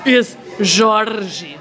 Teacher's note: you roll your R's